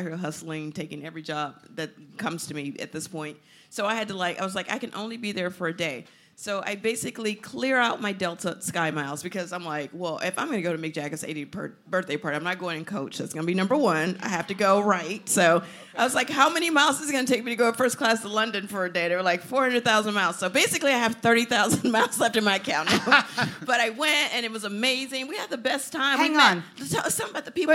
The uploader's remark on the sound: "Virtual Reali-tea" welcomed some fabulous fashionistas from the Bravo universe to join us live in person and on stage in NYC.